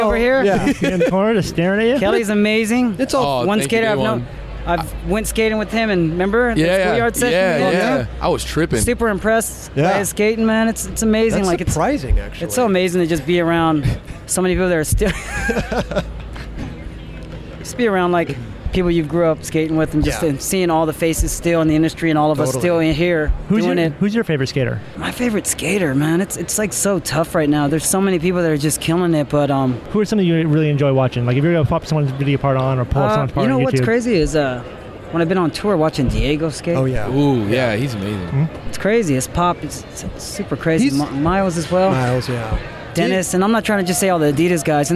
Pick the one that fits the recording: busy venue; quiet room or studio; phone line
busy venue